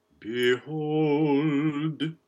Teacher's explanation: L. Yeah, front L and a good articulated D.